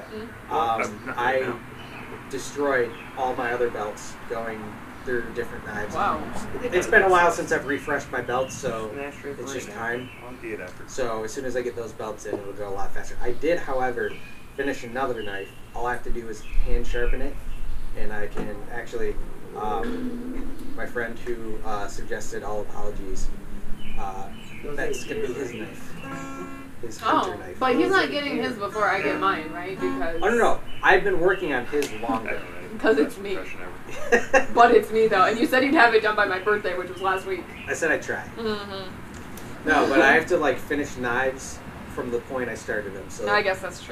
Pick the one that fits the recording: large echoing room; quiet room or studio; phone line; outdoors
outdoors